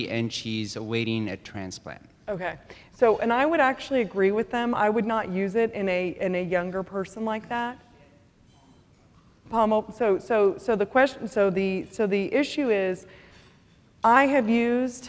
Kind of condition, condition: setting, live audience